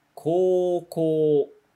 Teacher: Apesar de a gente escrever O-U, a gente não vai ler co-u, co-u. A gente não pronuncia U. A gente só pronuncia como se fosse uma extensão do O. Né? Deixa o O mais longo.